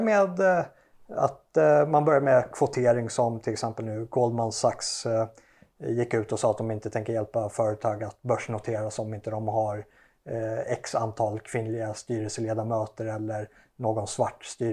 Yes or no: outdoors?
no